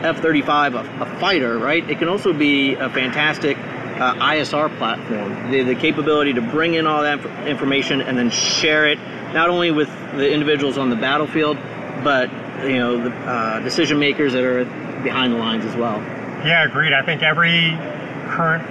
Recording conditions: busy venue